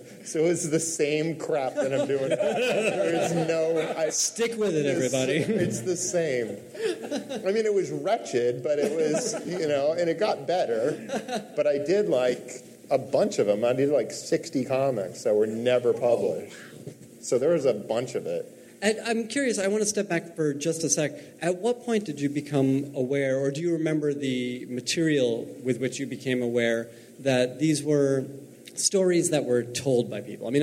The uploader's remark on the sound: Live from San Francisco!